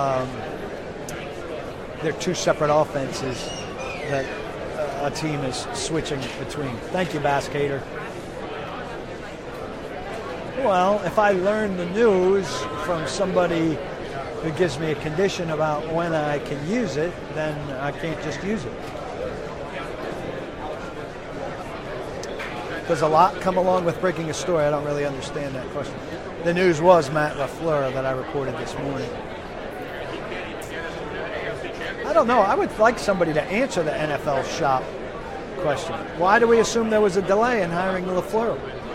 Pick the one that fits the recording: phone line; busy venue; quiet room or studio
busy venue